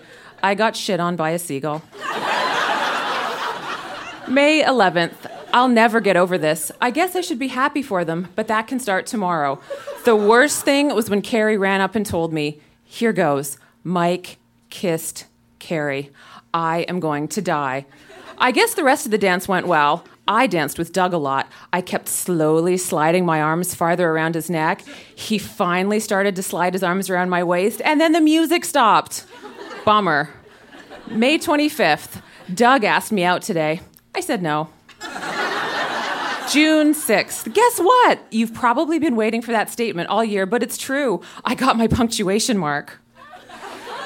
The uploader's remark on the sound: Recorded live at The Mansion in Kingston.